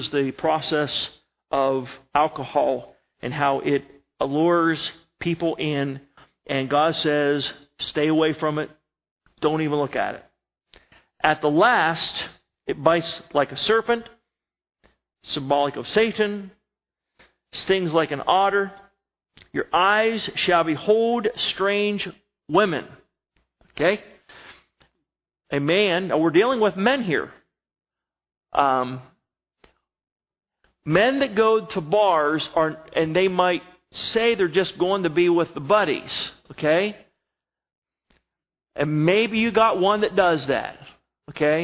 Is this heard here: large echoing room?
yes